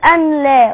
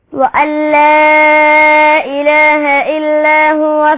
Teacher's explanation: النون الساكنة حاسب عندك وأتى بعدها حرف اللام، والحكم دوت كلنا عارفينه طبعا إيه هو، دوت حكم الإدغام بغير غنى